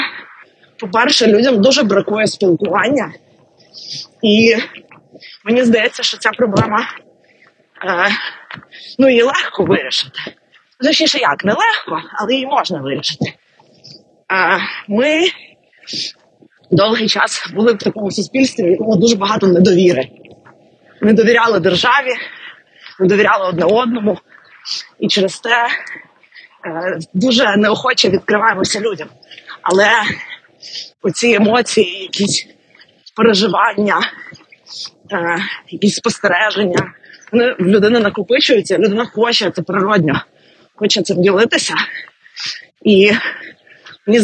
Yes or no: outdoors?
yes